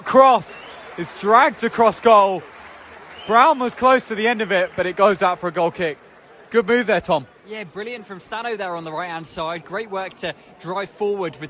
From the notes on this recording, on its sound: commentary from St James' Park